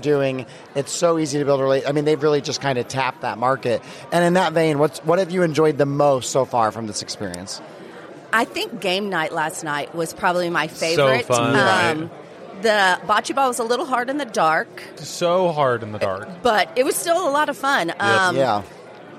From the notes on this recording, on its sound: Broadcasting live from one of the charming locales managed by Innisfree Hotels